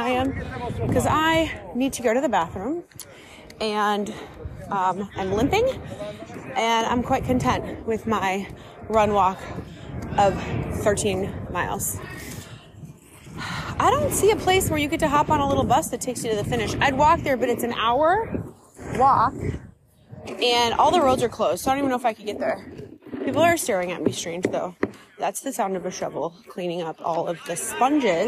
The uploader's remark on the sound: Live from the Rome Marathon. Enjoy some sounds and real time thoughts from Rome!